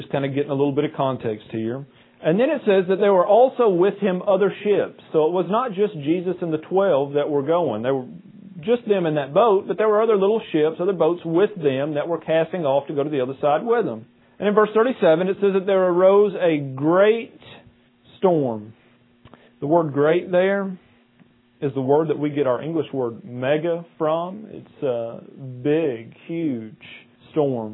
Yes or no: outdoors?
no